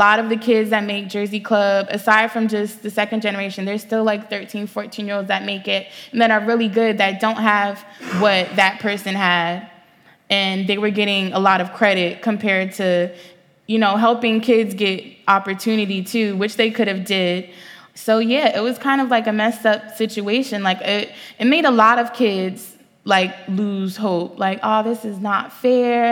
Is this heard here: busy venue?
yes